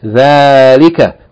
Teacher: dhalika is pronounced as though there's an aleph elongating the fatha of the first letter, dhal. So it should be read, dhalika, not dhalika, dhalika, even though it is written without the aleph.